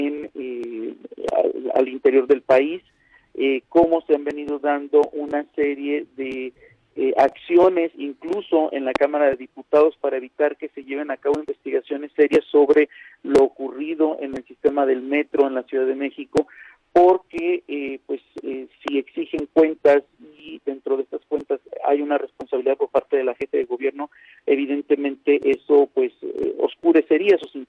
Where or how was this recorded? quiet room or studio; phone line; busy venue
phone line